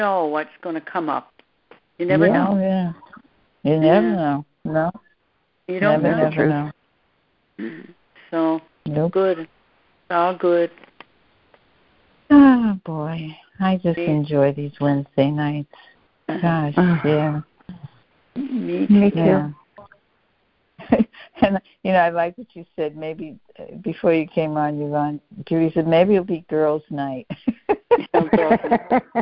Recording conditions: phone line